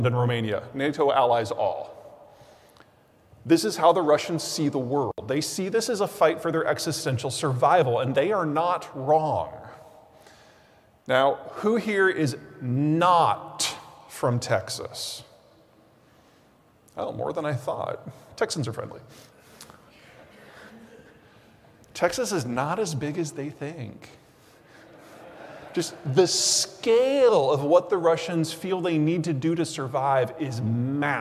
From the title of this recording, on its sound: Keynote Presentation. Presented Sept. 8, 2022